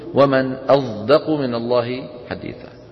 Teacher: هذا الصوت أظ صوت بين حرفين، يتردد بين مخرجين، بين حرفين، ما هما؟ الصاد والزاي · Term: صاد مشمة زاي